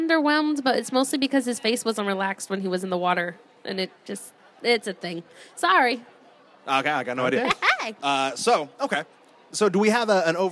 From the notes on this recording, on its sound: LIVE from Crocker Con 2017. Go live from Crocker art museum in Sacramento, CA for Crocker Con 2017.